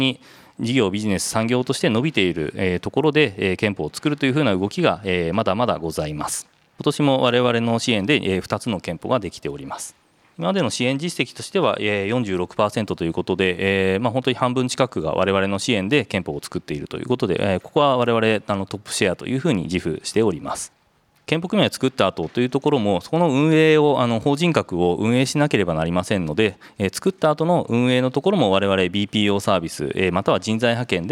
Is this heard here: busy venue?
yes